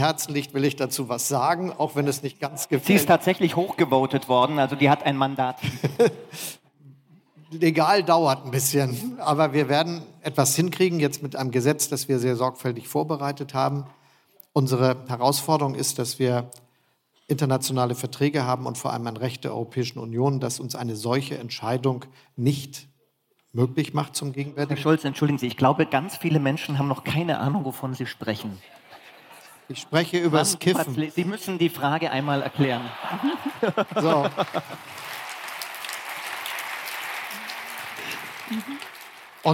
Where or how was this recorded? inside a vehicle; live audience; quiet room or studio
live audience